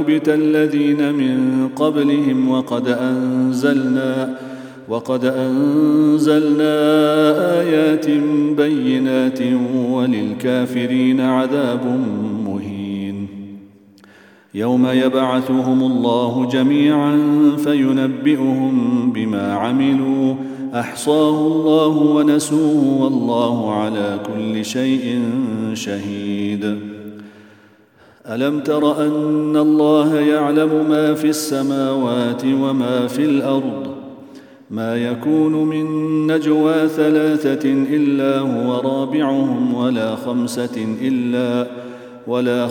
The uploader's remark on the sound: at the Houghton Masjid (West Street)